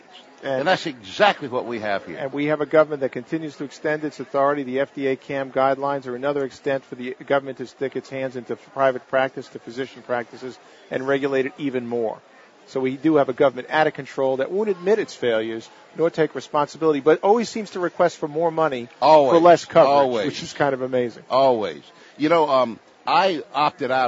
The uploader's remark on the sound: Live from Expo East in Baltimore, MD